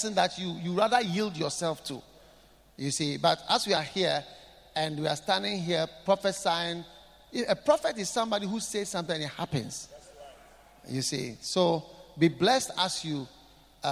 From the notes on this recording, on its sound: Preached at the Qodesh